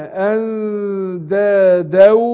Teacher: فلا تجعلوا لله اندادا، يبقى هنا بقول نون ساكنه وبعدها دال، هخفي النون عند الدال ومع ان انا ارقق الغنه